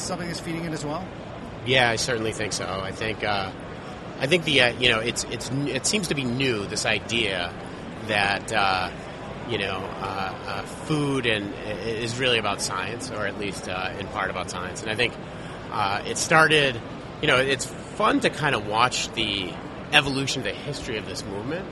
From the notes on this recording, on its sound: Live on Thursday from show floor of CES 2016. Thanks to Anova for letting us sit and take over the booth for an hour!